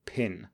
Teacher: in pin, the voice onset time is higher, it's positive and higher, so that means that the voicing starts later and we have a little bit of aspiration